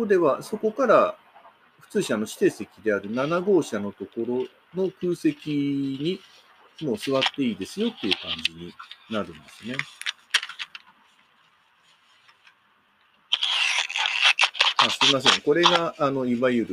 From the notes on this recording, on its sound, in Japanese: はやぶさ７号新青森行き（臨時ダイヤ）より東京～大宮。スタートのはやぶさ７号での音を収録したものをバックに、今回の旅についての話をしています。